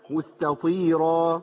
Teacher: الراء مفخمه لكن ما تفخمش قوي